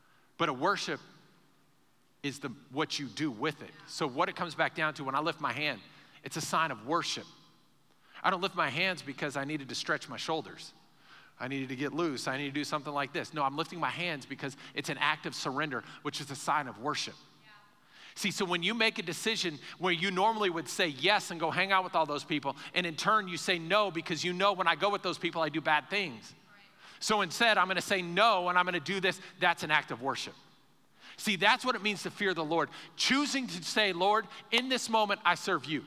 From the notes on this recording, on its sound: Recorded live during our Sunday morning service